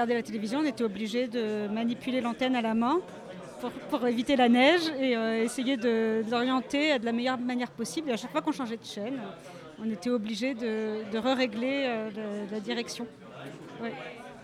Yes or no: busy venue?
yes